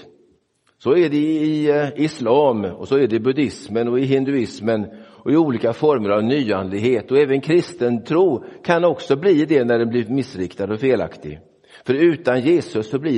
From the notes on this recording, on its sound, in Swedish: Inspelad i Roseniuskyrkan den 11 februari 2024.